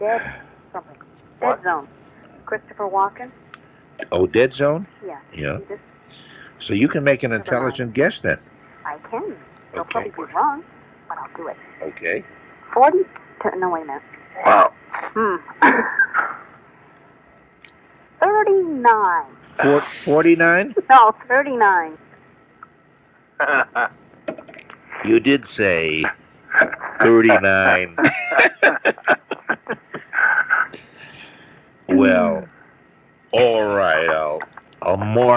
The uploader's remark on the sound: on the phone from MC